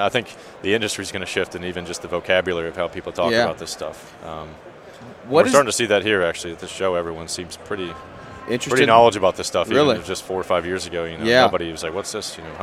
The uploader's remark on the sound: Live At The Equip Expo 2022